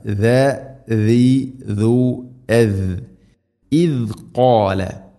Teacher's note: ഇദ് ഖാല സാധാരണ പറയുന്നത് പോലെ തന്നെ ദാലിൻ്റെ ഉച്ചാരണം ഇസ് എന്നോ ഇദ് എന്നോ അല്ല, ഇദ്. ദാൽ ഉച്ചരിക്കുന്ന സമയത്ത് നാവിൻ്റെ അറ്റം മുൻപല്ലുകളുടെ ഇരുനിരകൾക്കിടയിലൂടെ അല്പം വളരെ നേരിയ തോതിൽ, സാഇൻ്റെ അത്ര തന്നെ ഇല്ല, പുറത്തായിരിക്കണം നാവിൻ്റെ അറ്റം.